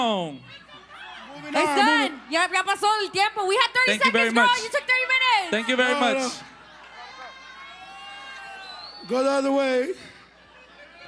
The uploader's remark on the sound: Live from the El Rey Theatre in beautiful Los Angeles, CA. Perform the podcast in front of a live audience of over 500 people. Recruit people in the crowd for juicy Sombra Sala stories.